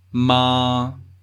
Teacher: First tone, also known as level tone.